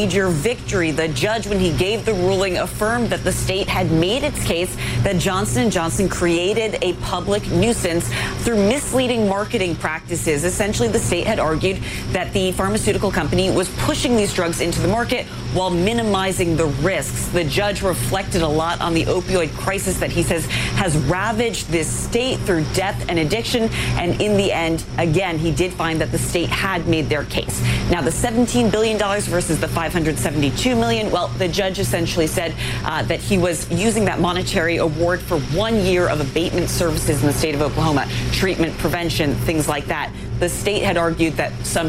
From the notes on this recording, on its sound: live from the New York Stock Exchange